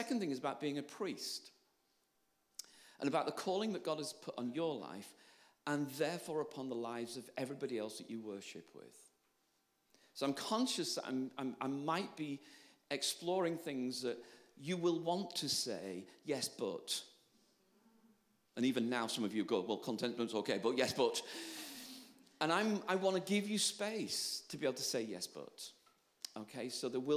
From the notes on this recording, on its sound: Live at Catalyst Hub. A live session from the most recent Catalyst Hub in Worcester.